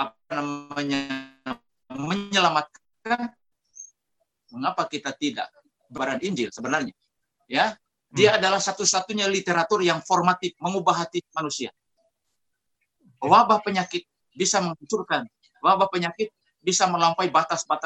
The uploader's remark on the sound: Tumoutou Imperium SDA Church Zoom Webinar